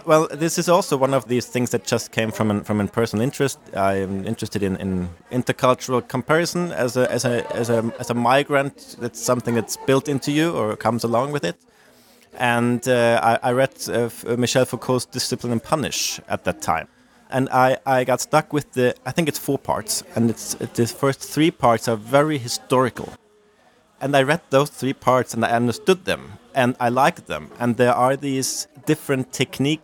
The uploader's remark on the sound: this interview took place at the 2023 NERA conference in Oslo